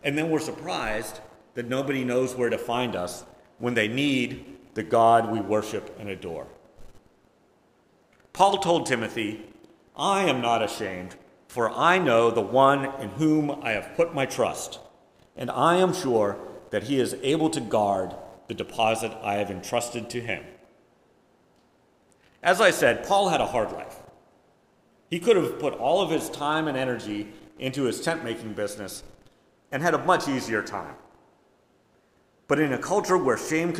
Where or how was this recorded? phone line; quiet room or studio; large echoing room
large echoing room